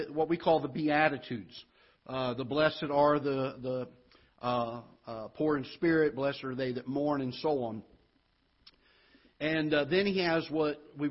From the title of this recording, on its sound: Ketha Heights Baptist Church ~ Live Broadcast